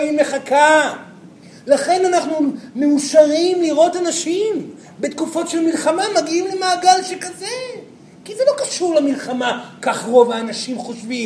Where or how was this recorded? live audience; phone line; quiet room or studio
live audience